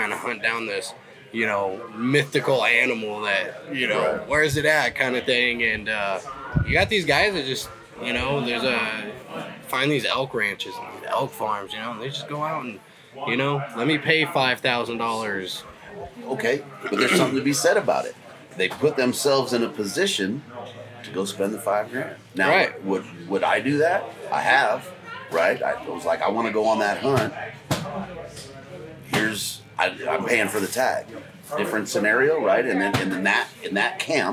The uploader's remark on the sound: Live From Western Hunt Fest